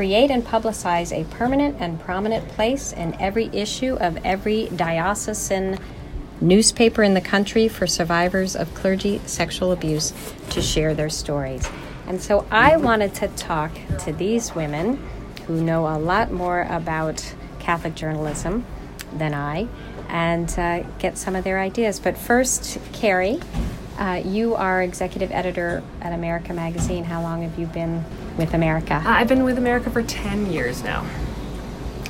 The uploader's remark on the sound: These interviews took place at the Women of the Church Conference in October of 2018.